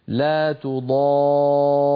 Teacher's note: بضغط وبقوة إشعارا للسامع أن هذه الراء التي وقفت عليها راء واحدة هي في الوسط راء